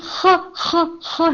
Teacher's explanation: خراش والی آواز یہ آنی چاہیے. اور جب آپ پریکٹس کر کر کے پڑھیں گے اس کو ان اے گو، تو پھر ایسا ہوگا کہ آپ ان اے گو اسموتھلی پڑھ بھی رہے ہوں گے اور پھر بھی خراش کی آواز آئے گی.